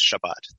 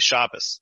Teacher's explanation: They say Shabbos, which notice it shifts the T sound to an S, and it shifts the syllable emphasis to the first syllable · Shown in: second take · And it sounds more like German.